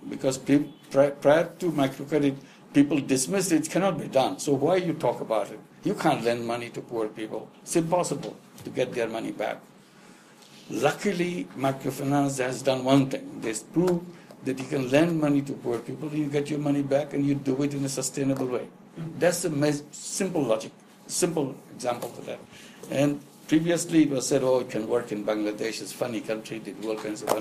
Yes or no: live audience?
yes